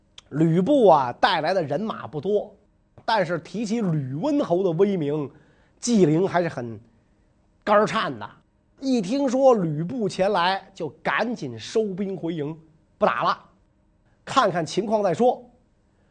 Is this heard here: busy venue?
no